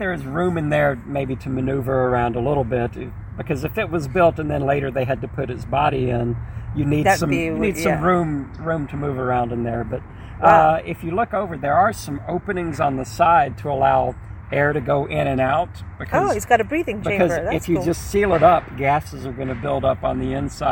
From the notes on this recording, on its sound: Recorded onsite at the historic American Cemetery